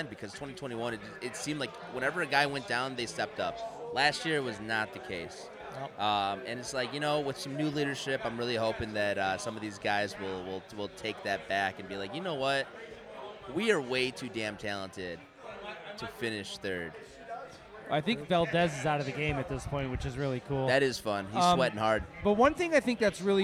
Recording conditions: busy venue